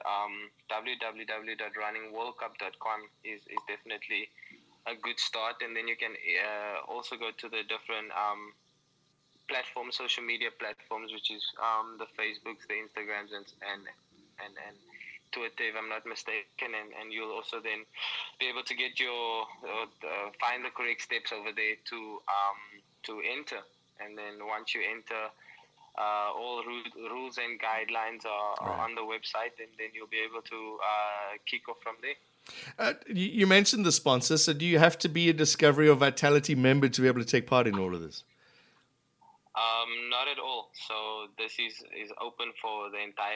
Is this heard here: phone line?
yes